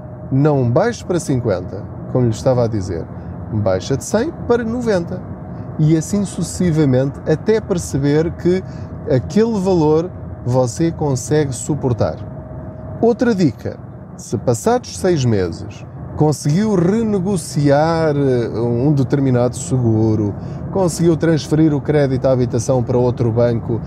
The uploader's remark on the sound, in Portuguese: Não ligue aos barulhos da viagem.